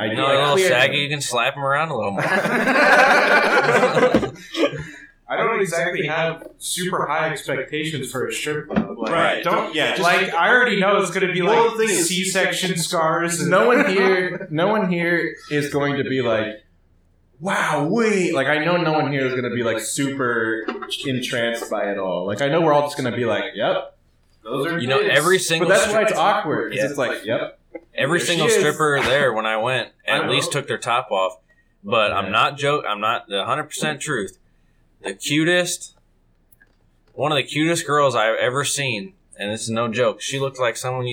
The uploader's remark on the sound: There is some audio issues but this was the best I could do.